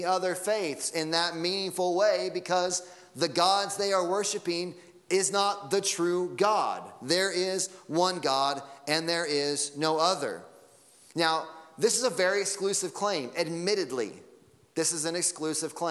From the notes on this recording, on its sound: Sunday Morning Sermon Audio